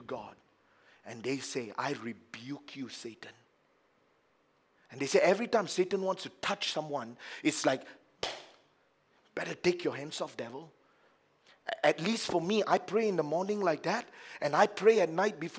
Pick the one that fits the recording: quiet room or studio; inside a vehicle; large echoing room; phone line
large echoing room